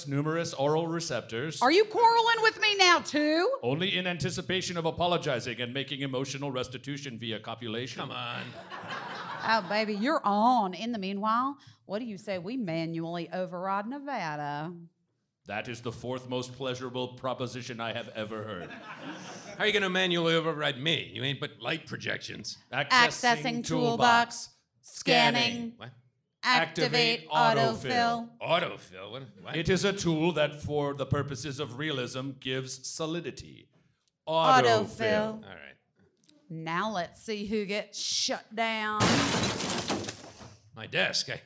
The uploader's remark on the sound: SF Sketchfest 2020. This episode recorded on January 17th 7pm at The Palace Theater.